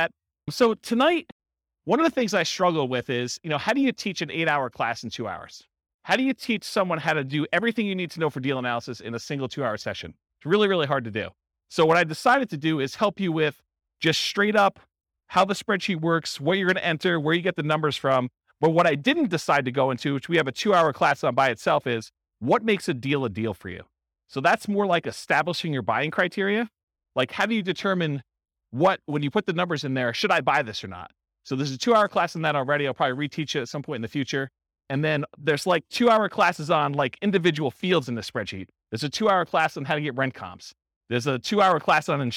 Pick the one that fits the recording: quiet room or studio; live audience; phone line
live audience